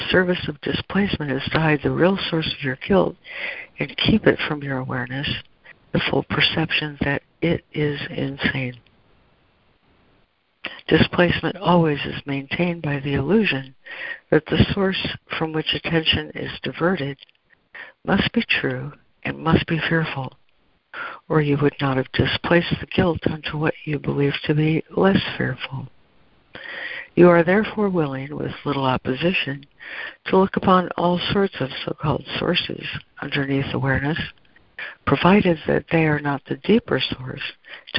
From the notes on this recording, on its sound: ACIM Daily Conference Call.